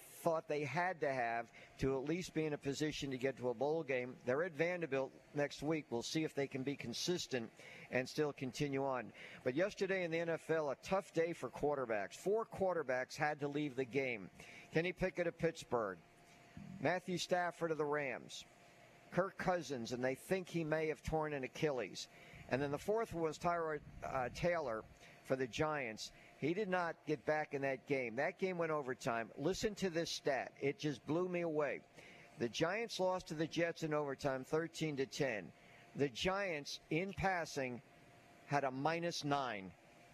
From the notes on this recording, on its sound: LIVE at Wingfingers!